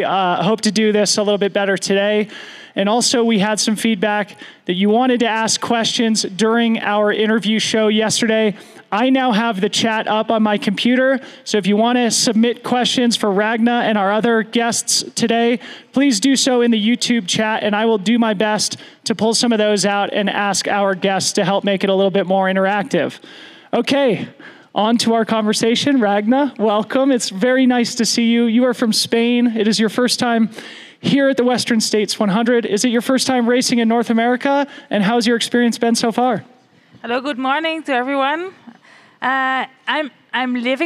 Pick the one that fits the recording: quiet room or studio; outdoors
outdoors